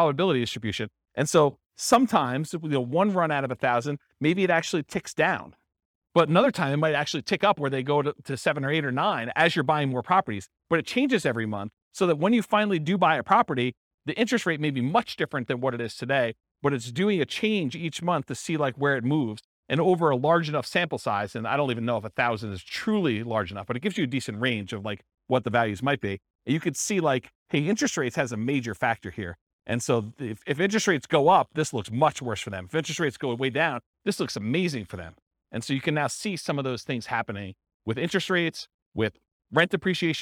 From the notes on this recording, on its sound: This was a live class recorded